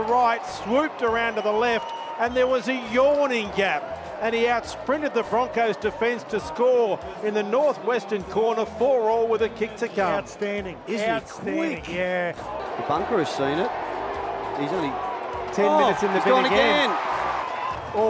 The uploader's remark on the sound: live from Suncorp Stadium